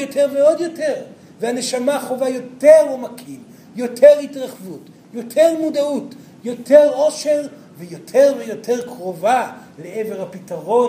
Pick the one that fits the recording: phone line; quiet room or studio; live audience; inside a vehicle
live audience